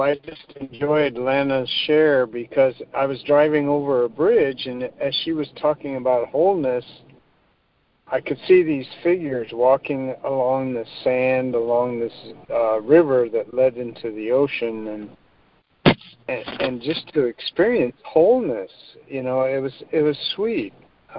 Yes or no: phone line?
yes